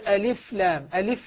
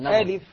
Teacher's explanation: الضغط لا يكون ضغط حرف المشدد على الفاء · Shown in: second take · ألف وخلي الضغط على الكسرة. · Term: الفاء المخففة